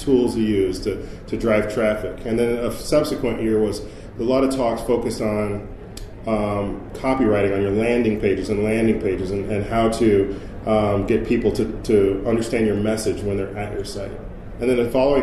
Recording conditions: busy venue